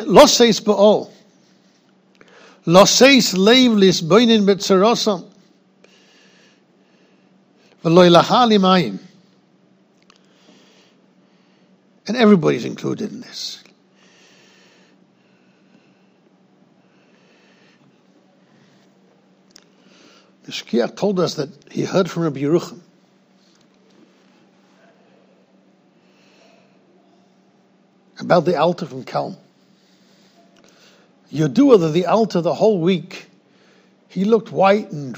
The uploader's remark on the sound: recorded in Yeshivas Ohr Reuven, Monsey NY